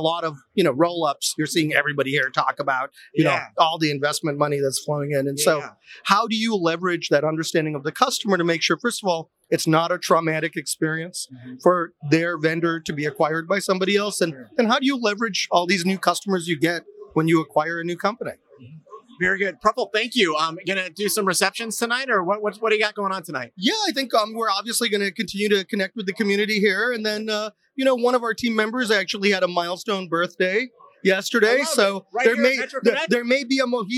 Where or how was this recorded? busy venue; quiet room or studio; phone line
busy venue